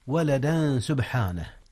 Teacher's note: فإذا وصلنا ولدا سبحانه نقول إخفاء هنا. نعم، إخفاء التنوين قبل السين، والسين من حروف الإخفاء. سبحانه، هناك قلقلة في حرف الباء.